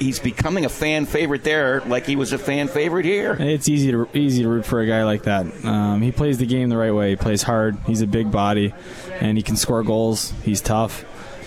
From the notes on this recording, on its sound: Live from Swifty's